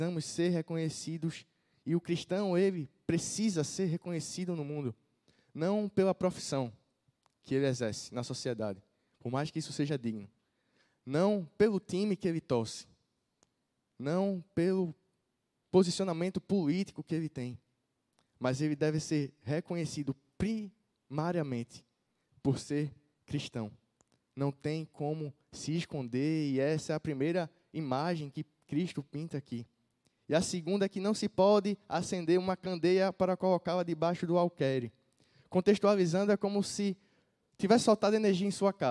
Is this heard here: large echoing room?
yes